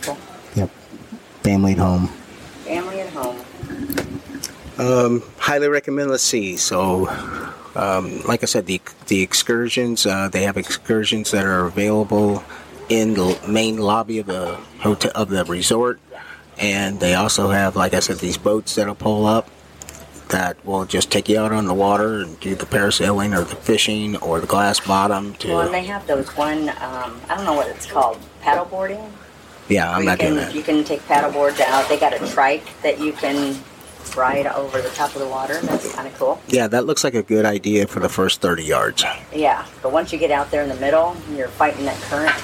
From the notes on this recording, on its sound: LIVE from Hedo 2023! Take you on an exciting journey from the heart of Hedonism 2! As they explore the lively piano bar and take in the enchanting atmosphere.